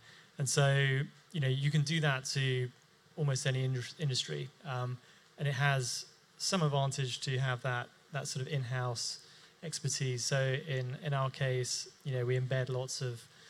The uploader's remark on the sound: The latest Balderton Capital podcast is a recording of the panel session from the latest Doctorpreneurs Meetup, which was held at Balderton HQ.